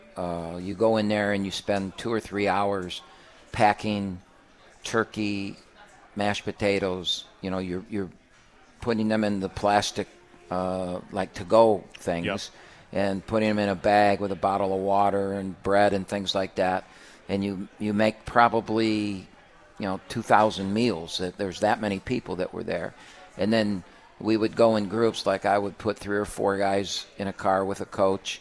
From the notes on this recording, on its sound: live from RJs Pub in Rochester Hills!